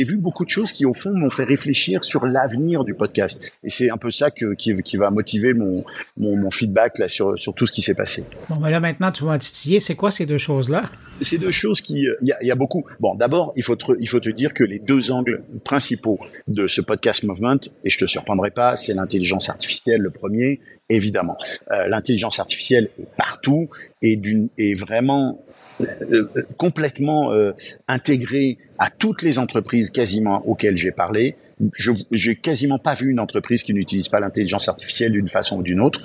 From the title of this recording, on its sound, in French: En direct du Podcast Movement